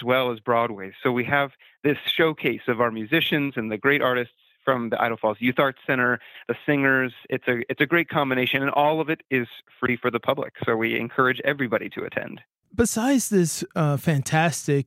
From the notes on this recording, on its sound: chats over the phone